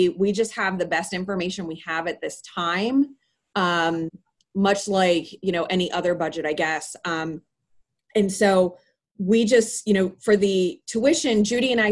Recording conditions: video call